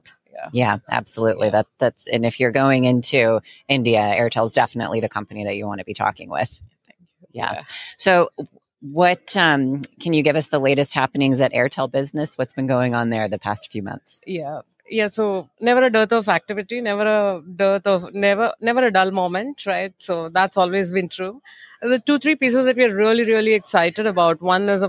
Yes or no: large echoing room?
no